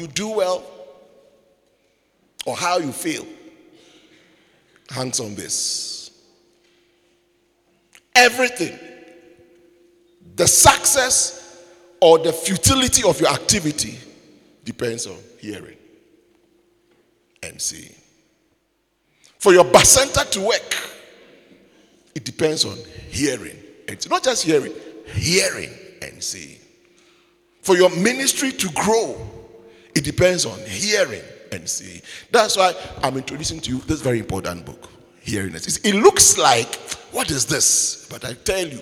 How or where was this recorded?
large echoing room